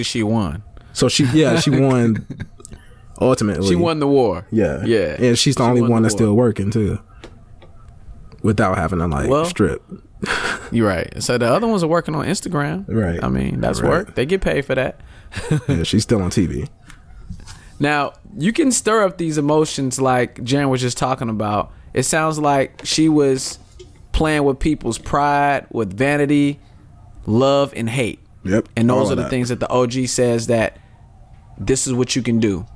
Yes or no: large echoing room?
no